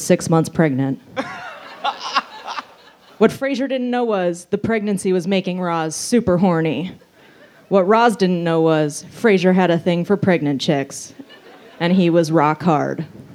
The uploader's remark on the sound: Recorded Aug 10, 2013 at the Outside Lands Fest in San Francisco.